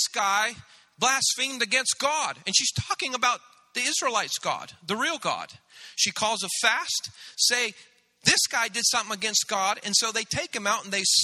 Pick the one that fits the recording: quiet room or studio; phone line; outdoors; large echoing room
large echoing room